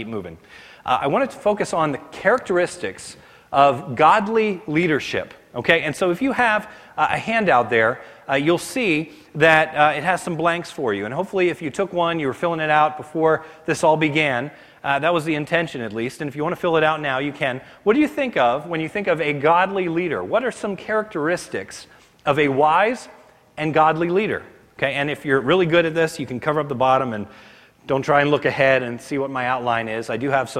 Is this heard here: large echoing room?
yes